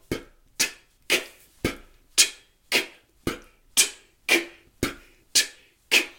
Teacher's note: Immer nur die Stimmimpulse P, T und K. Allerdings machen wir nicht P, T, K, sondern wir formen diese Laute stimmlos.